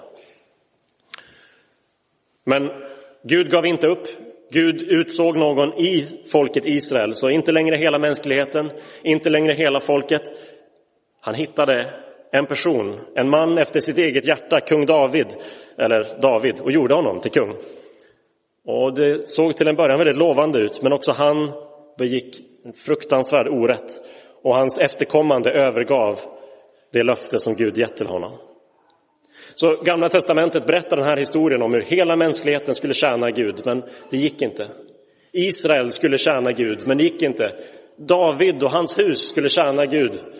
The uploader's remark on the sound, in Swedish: Inspelad i Roseniuskyrkan den 7 januari 2023.